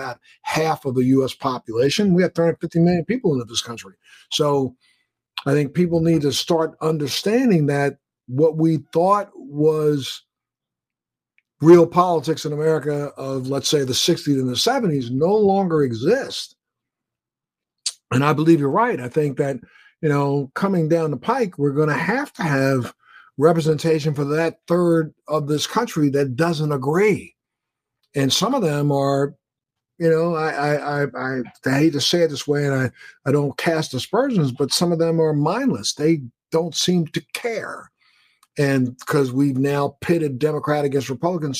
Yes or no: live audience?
no